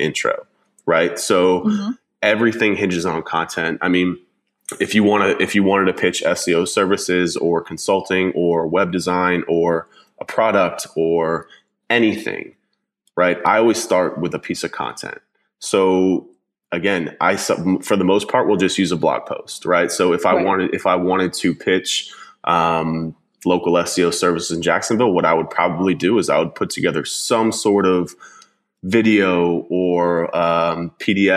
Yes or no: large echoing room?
no